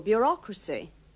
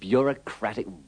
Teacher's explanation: In bureaucracy, the EAU is pronounced like the O in got, but in bureaucratic and bureaucrat, it is pronounced with a schwa.